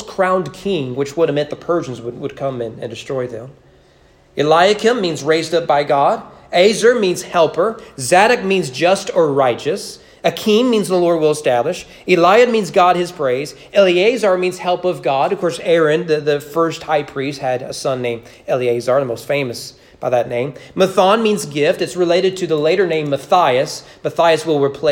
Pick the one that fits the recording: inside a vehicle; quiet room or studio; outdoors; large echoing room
large echoing room